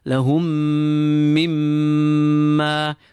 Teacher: there's a meme with a shadda following that meme of mimma. So two gunnas following each other and both on the letter meme.